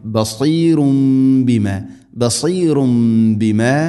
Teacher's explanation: തൻവീന് ശേഷം ബാ വന്നാൽ തൻവീനിനെ മീമാക്കി മാറ്റണം. ഇഖ്ലാബ് എന്ന് പറയും, മണിച്ചുകൊണ്ട് ഉച്ചരിക്കണം.